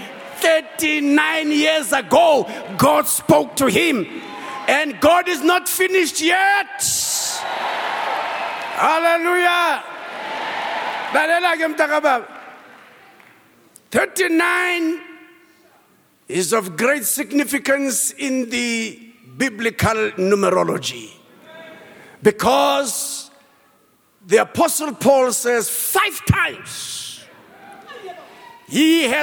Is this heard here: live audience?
yes